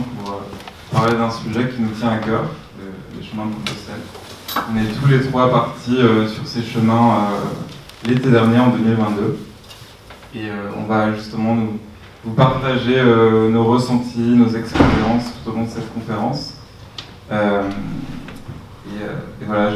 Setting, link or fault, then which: setting, live audience